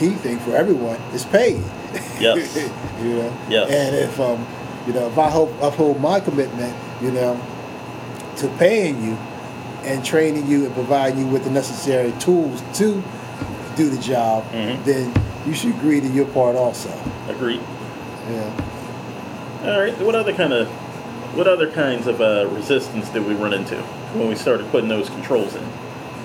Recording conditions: hum or buzz